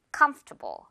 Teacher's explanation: come 부분에 강세가 있어요. 강세는 변하지 않아요.